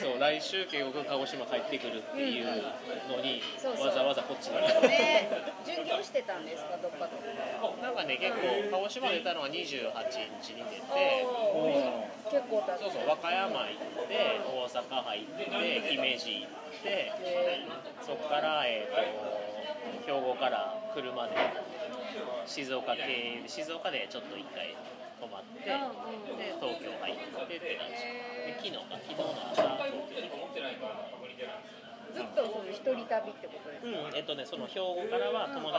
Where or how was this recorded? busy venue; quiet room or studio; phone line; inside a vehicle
busy venue